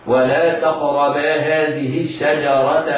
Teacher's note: فالشين حرف متفشٍ أي منتشر في الفم، بينما الجيم حرف ليس فيه صفة التفشي